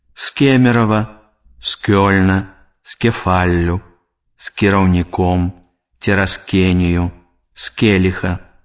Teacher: Звонкі зычны «з» перад мяккімі глухімі аглушаецца і вымаўляецца як свісцячы «с».